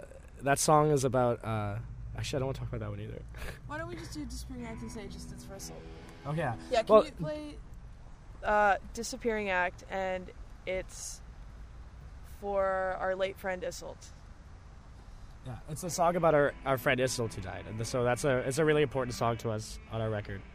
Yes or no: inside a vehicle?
yes